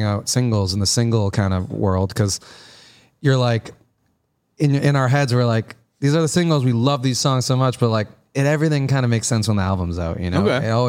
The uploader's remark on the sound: We’re live from Guy Fieri's Tequila Cocina